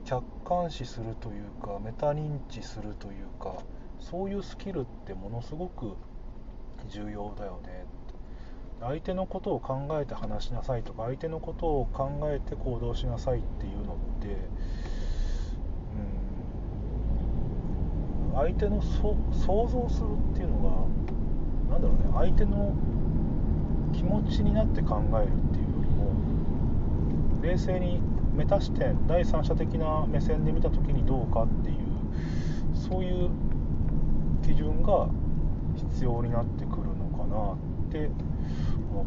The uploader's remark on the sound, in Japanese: 車の中で収録